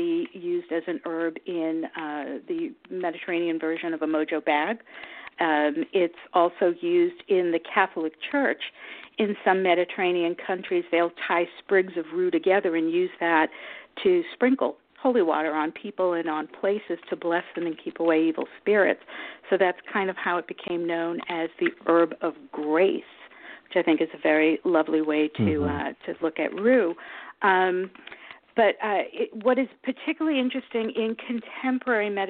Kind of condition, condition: link, phone line